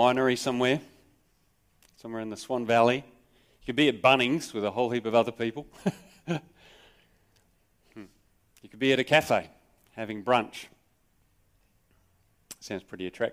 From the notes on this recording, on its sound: Sermon recorded live from Morley Baptist Church.